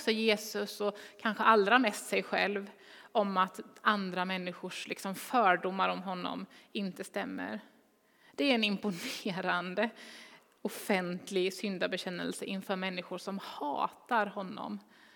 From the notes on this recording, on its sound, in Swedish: Inspelning från Immanuelskyrkan Skövde.